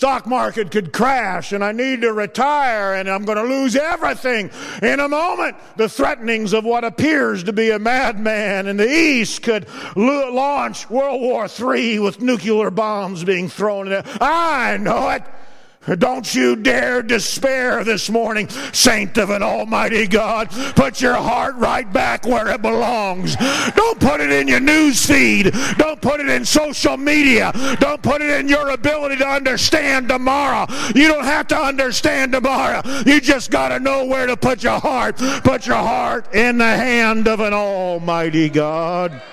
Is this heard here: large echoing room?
yes